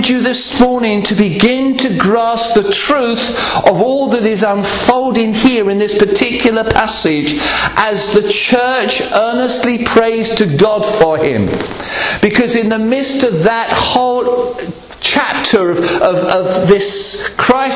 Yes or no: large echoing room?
yes